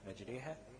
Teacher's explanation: هي دي الوحيدة المستثناة من التفخيم الراء الممالة، ودي لحفص في موضع واحد فقط